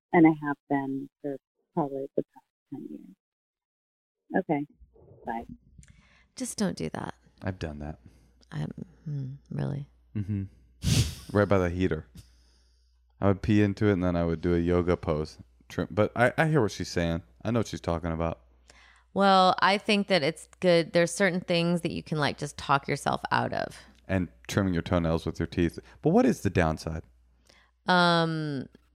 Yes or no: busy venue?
no